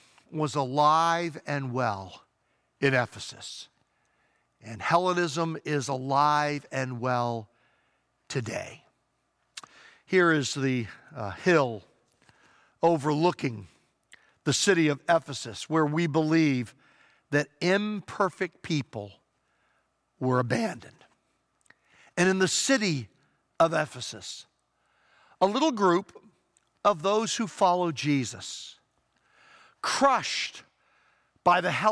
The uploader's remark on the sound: Traditional Worship (In-Person Service)